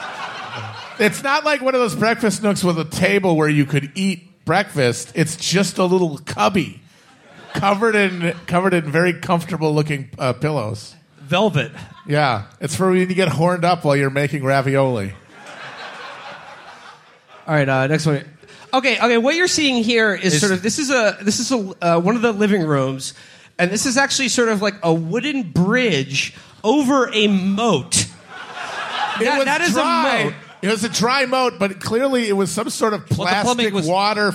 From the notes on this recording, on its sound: Our live show from Vaudeville Mews in Des Moines, Iowa.